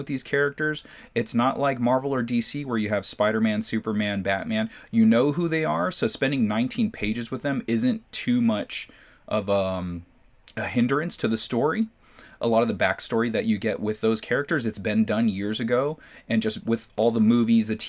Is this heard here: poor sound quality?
no